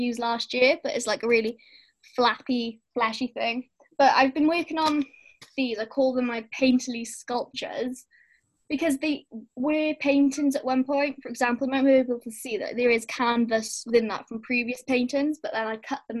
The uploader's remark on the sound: Zoom Chat Meeting. This time being able to chat using zoom so we could see each other finally. Zoom being a online chat meeting app.